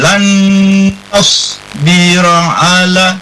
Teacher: Jadi nun sukun ketemu dengan nun tasdid. Itu disebut dengan idgham bigunnah. Jadi ditahan situ.